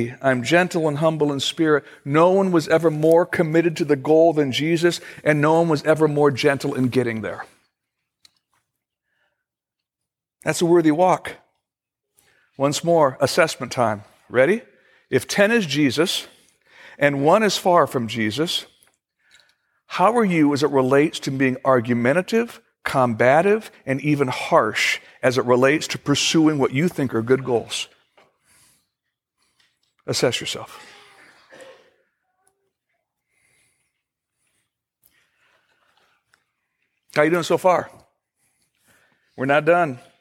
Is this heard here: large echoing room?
yes